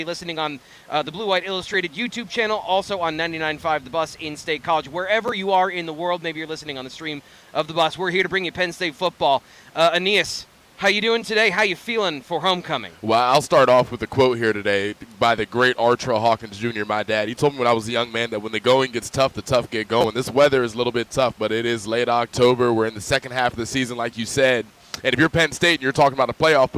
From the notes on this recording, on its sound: BWI Live: Penn State Football Tailgate Show- Homecoming vs. UMass. The show airs live, outside of the Bryce Jordan Center across the street from Beaver Stadium.